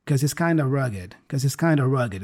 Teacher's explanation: the of there gets reduced to a schwa sound